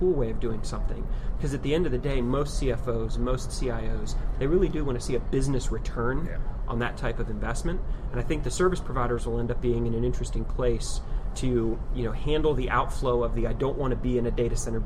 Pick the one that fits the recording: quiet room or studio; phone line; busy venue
busy venue